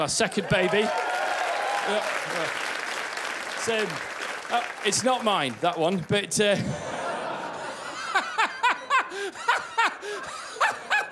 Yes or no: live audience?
yes